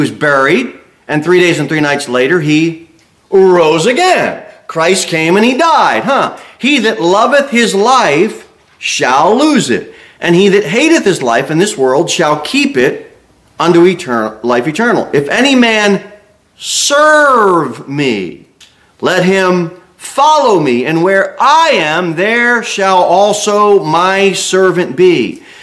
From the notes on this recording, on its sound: Sermon delivered at Pilgrim Baptist Church on Sunday, January 21, 2024